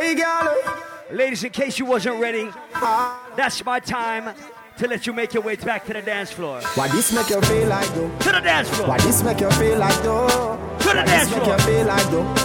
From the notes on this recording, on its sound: LIVE AUDIO from Island Saturdays